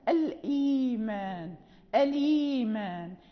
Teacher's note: الآخرة، الهمزة مفتوحة الآخرة، اللام مكسورة والهمزة أليمان، اللام الساكنة صارت متحركة بحركة الهمزة الإيمان أليمان، هذا معنى حركة الهمزة تنتقل إلى الساكن قبلها فيتحرك بحركتها وتذهب هي من اللفظ